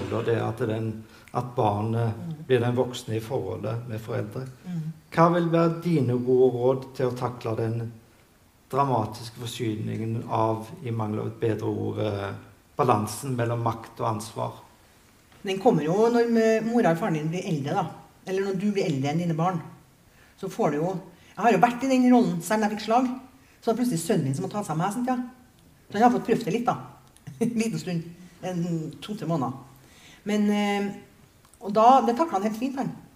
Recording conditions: large echoing room